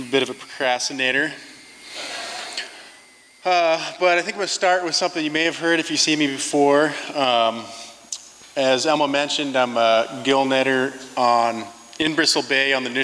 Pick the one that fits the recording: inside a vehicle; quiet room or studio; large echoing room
large echoing room